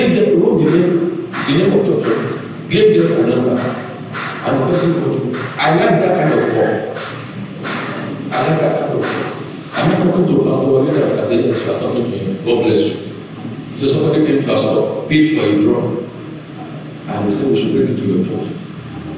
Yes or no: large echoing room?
yes